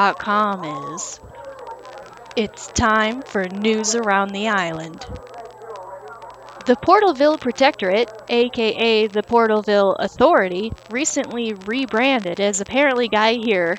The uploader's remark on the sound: report live from the West Beach for the New Year's Eve Extravaganza.